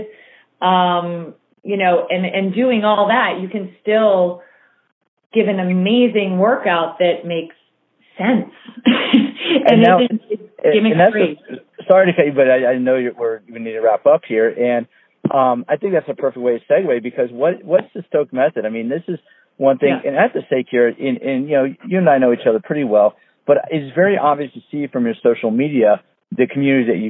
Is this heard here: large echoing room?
no